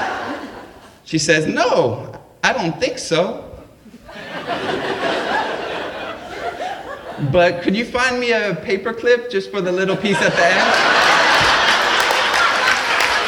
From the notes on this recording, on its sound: Recorded live at the Mill Valley Public Library's "Naked Truth" event.